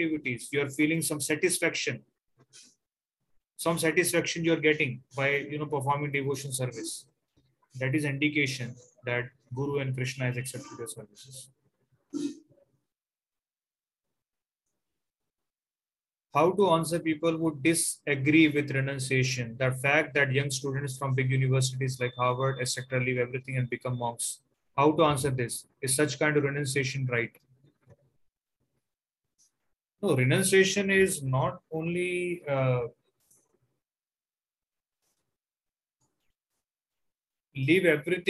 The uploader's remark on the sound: Zoom recorded class.